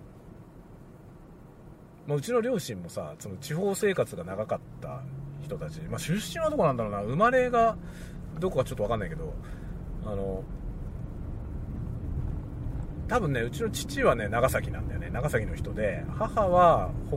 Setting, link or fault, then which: setting, inside a vehicle